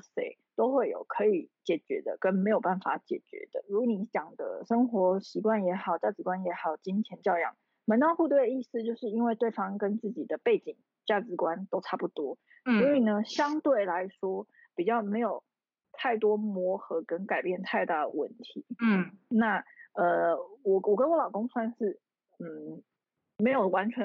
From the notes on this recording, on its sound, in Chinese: 這次是我第一次嘗試遠端視訊防疫採訪。爆雨導致網路不太穩定，讓我一直很在意錄音品質，一直無法完美同步，Lag變成有點搶話的狀況，桑心啊….